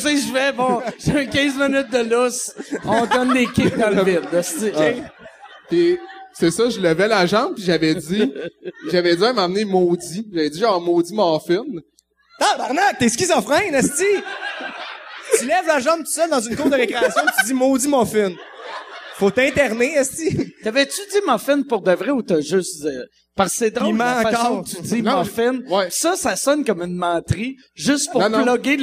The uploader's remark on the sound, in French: Cette semaine Sous Écoute se transporte au festival ComediHa à Québec pour un épisode tout spécial.